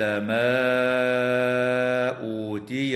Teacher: وتمد الألف من قوله تعالى ما أوتي بمقدار 4 أو 5 حركات أيضا · Term: المد المنفصل